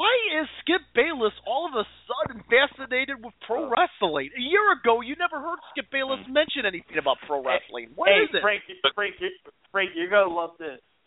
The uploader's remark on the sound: We'll also take your phone calls!